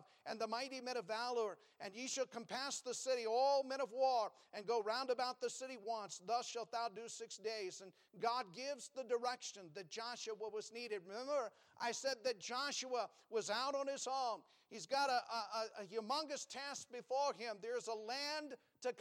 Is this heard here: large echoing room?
yes